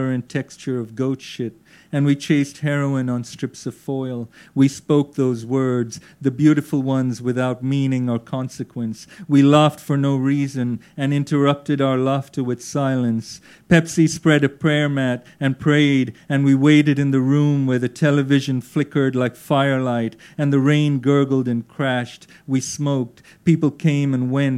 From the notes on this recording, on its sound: Recorded at the Faber Social on 2 July 2012, at The Social in London.